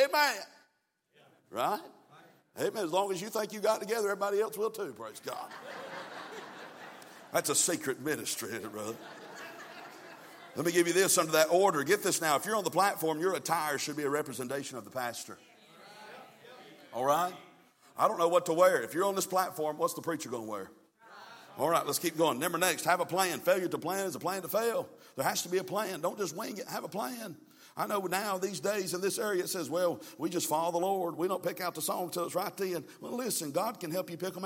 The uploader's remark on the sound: from the pulpit of Calvary Baptist Church